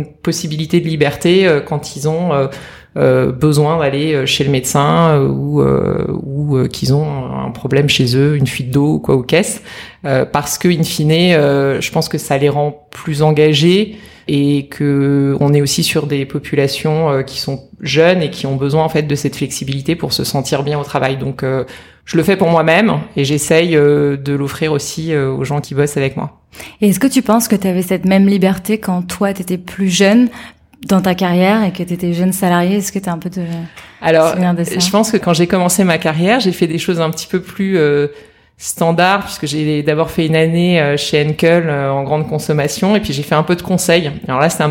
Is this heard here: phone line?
no